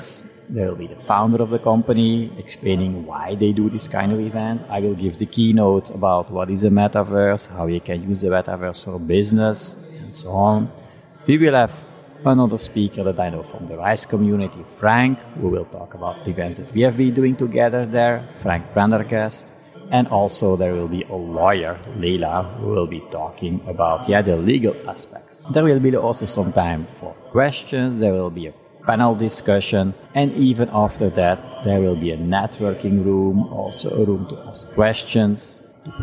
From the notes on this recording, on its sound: (at Web Summit). This episode was recorded at the official Web Summit podcast booth.